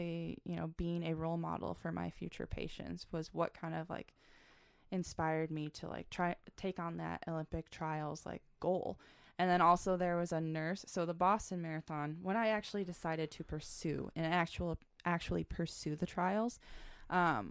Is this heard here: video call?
no